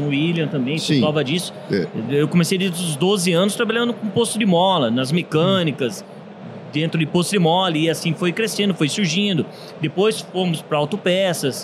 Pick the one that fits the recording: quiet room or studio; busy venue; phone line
busy venue